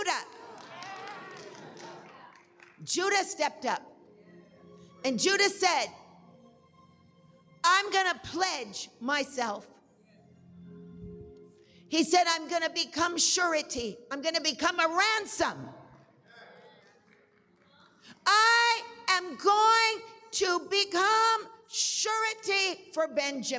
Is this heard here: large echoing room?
yes